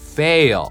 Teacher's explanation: この後に母音が続くわけじゃないので、もうね、前歯の裏にくっつけない方がね、無難です